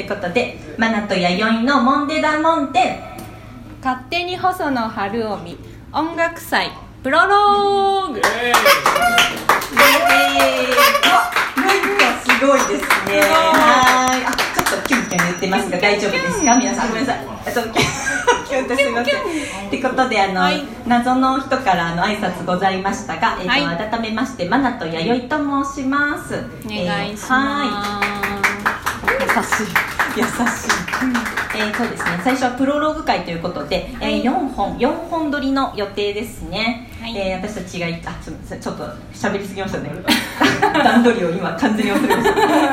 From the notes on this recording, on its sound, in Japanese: 公開収録。岐阜。